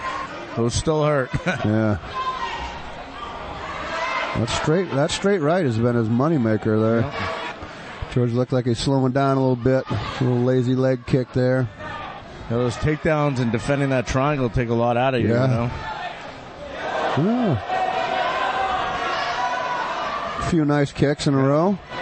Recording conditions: busy venue